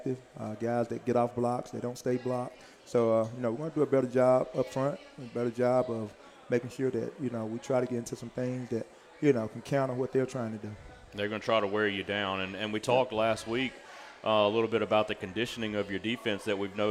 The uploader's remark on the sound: live from Walk-On's